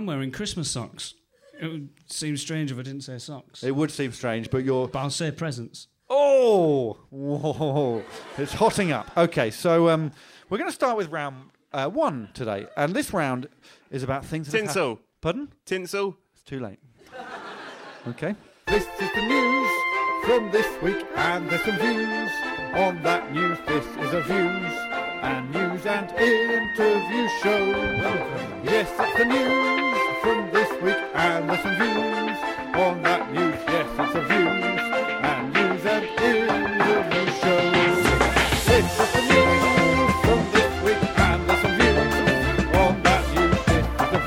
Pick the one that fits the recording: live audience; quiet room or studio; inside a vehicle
live audience